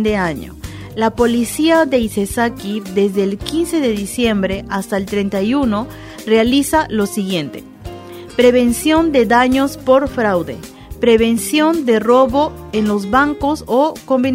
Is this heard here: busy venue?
no